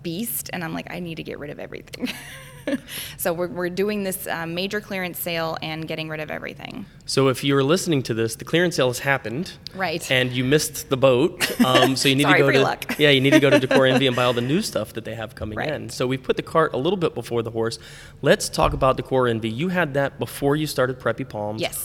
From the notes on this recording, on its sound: This was shot live, on location, at Vero Beach Museum of Art.